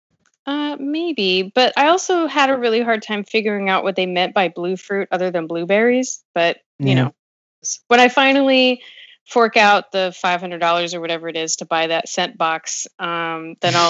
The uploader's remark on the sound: Another quarantine episode over skype